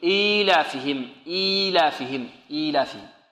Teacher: إيلافهم، إيلافهم هنا يا بعد الهمزة، يا بعد الهمزة بمقدار ماذا؟ حركتين، تمد بمقدار حركتين · Term: ياء زائدة